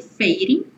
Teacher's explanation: fading virou fading, uma possibilidade, reduziu o D para rarara